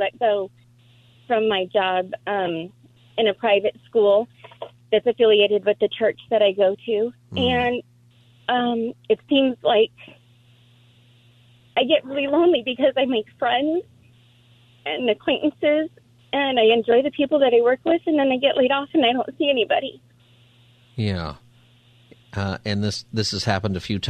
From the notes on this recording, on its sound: takes calls on any topic for Open Phone Friday